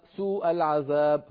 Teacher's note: فلم يمد المتصل بترك زيادة المد في الواو · Term: اللحن الخفي